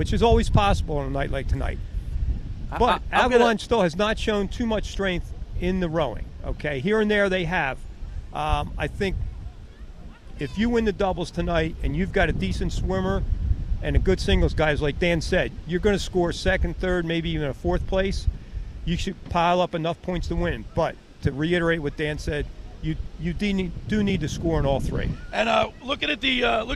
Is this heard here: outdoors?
yes